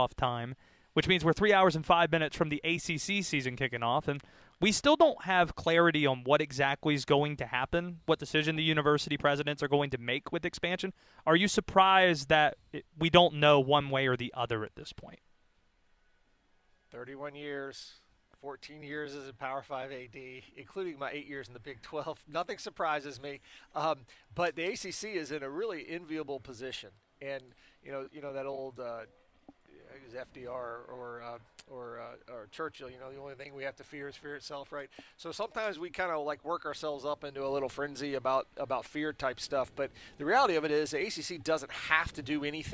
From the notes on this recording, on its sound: live from Allegacy Stadium